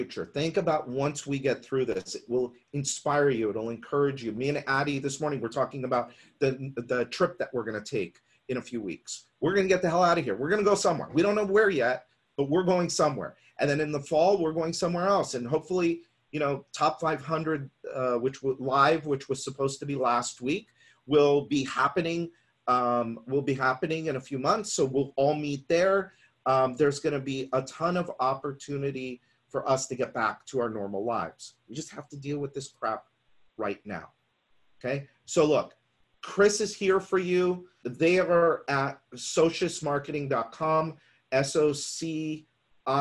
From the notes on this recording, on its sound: We’re sharing the audio from a webinar with you.